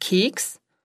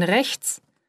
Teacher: ein E kann je nach Wortumgebung ganz unterschiedlich klingen, zum Beispiel als langes E in Keks oder als Ä in rechts.